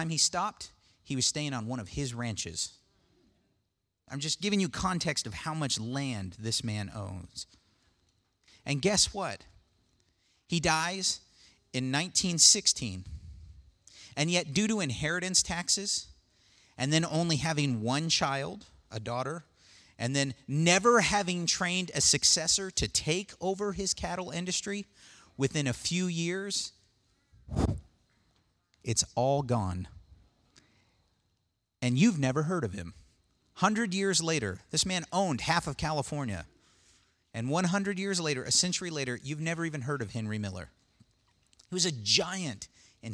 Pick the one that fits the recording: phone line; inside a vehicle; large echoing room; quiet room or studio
large echoing room